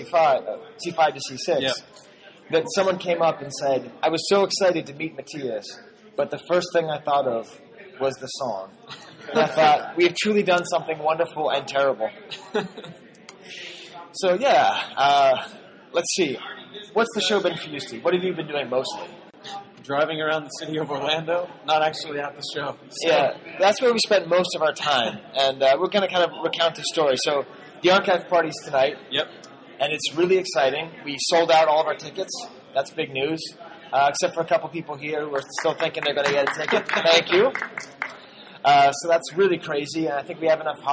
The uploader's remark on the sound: Recorded in front of a live studio audience on the first day of Celebration VI, this is part one of the 'Chive Cast Vintage Pod's Convention Double Mega Cast.